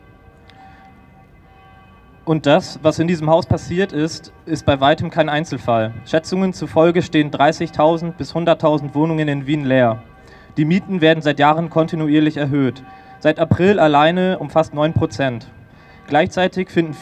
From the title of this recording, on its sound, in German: Aufzeichnung einer Kundgebung am 14. September 2022 in Wien 2